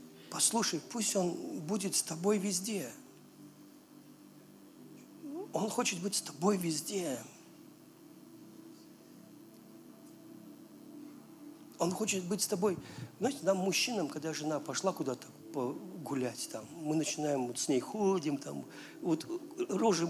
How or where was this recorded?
large echoing room